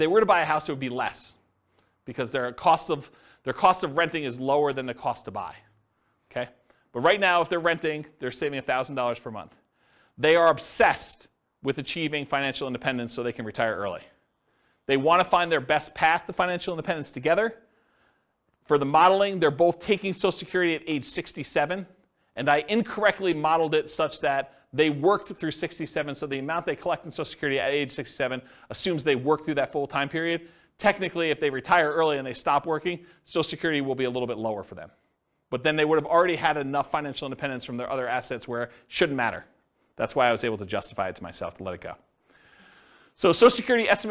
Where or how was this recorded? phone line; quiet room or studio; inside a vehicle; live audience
live audience